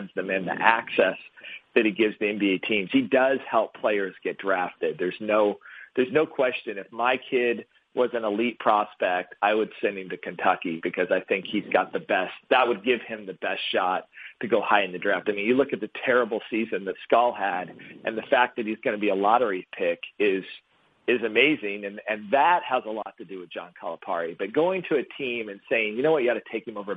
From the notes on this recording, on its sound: hosts a conference call